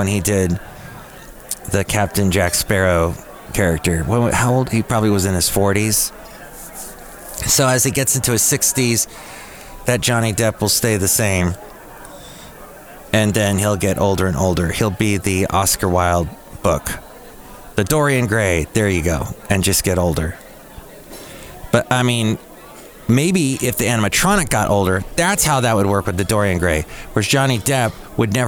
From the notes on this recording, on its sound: podcasts live from Cafe Anyway